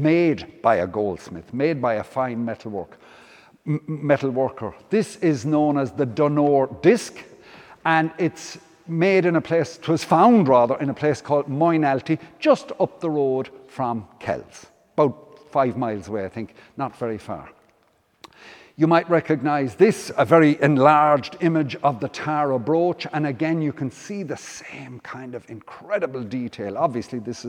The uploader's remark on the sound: Came back to Killaloe in July to give a talk. Presentation took place as part of Feile Brian Boru Festival at St Flannan’s Cathedral.